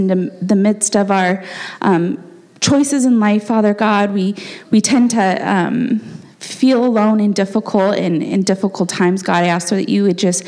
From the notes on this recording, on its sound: the gospel preached at our church on Sunday